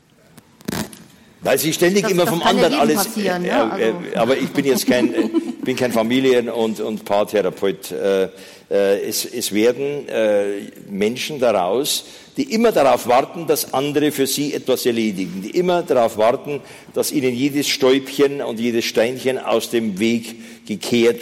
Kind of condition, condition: setting, live audience